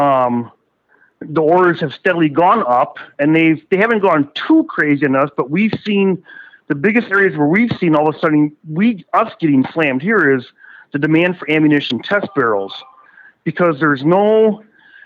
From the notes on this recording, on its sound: on the phone